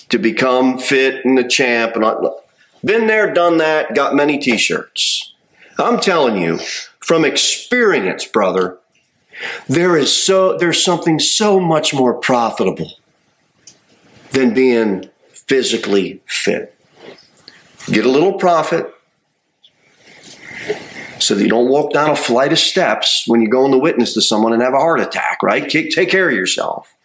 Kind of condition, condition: setting, large echoing room